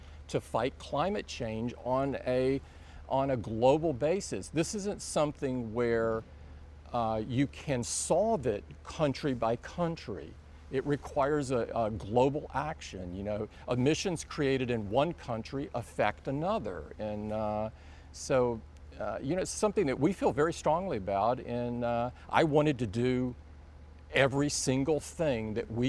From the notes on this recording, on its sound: an exclusive interview from the Apple Worldwide Developers Conference in San Jose, California